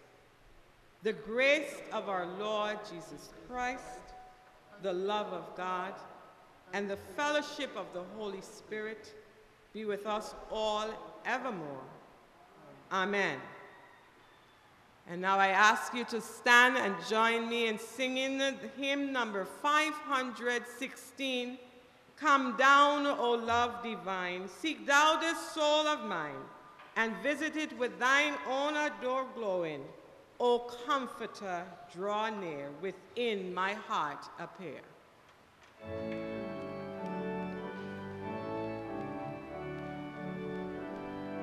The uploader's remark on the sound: KeepItLoud Crew Live Sunday Service with St. John's Episcopal Church U.S.V.I.